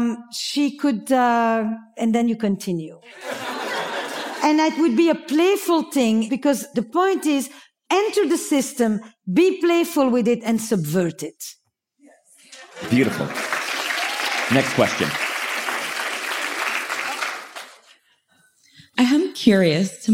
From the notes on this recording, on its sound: In this unique (juicy!) episode live from Mindvalley's A-Fest Ibiza stage.